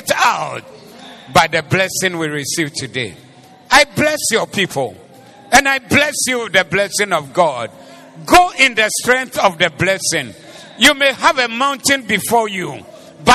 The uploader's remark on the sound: Preached at the Doxa Service